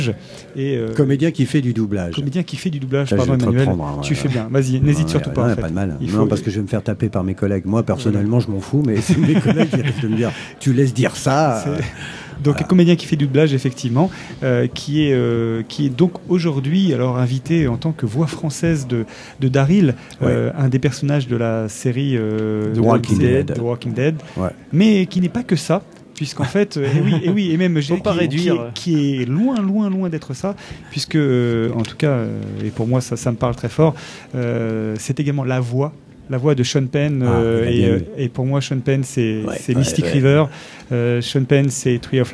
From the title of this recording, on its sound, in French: Au coeur de la convention du Fantastique de Rouen